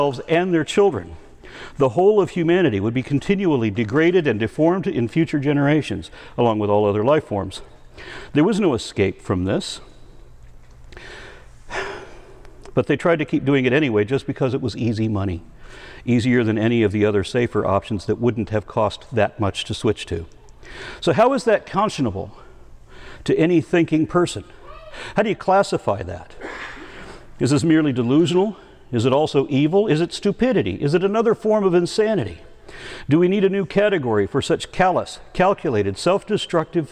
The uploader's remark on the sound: Recorded at the Clovis California Veterans Memorial District Hall, at the 10th Annual Heretic’s Barbecue